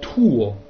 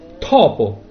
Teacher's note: Partiamo da una parola italiana semplice come tuo e pronunciamola con la T aspirata, diventerebbe tuo.